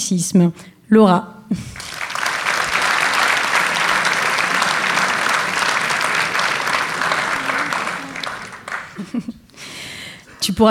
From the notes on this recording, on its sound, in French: cycle de conférence organisé à Rennes du 22 au 24 Mai à l’Amphithéâtre de la Maison des Associations lors du Stunfest 2015